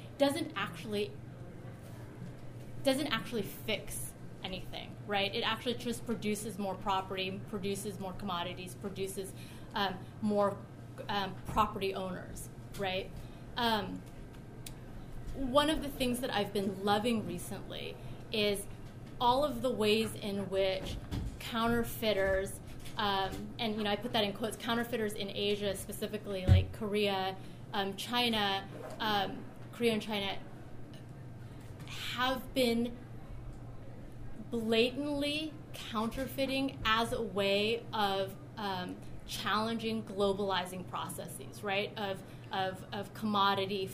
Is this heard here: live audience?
yes